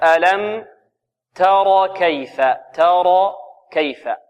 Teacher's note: الراء المفخمة وقعت بين مرققين، بين التاء وبين ماذا؟ الكاف